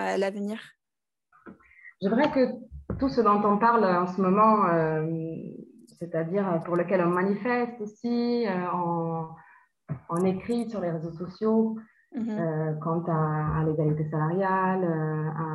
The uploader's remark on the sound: forgive me for the audio (all done on Zoom)